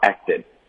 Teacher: 连续两个这个爆破音连发的时候就别扭，所以我们就省第一个